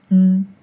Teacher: 实是通过我们鼻腔里面发出来的啊。比如说我们这个嗯，啊，你其实用到鼻腔，啊。而我们这个嗯，刚才说用到嘴唇的这个嗯，这个音，其实是这口气呢是从鼻腔里面发出来的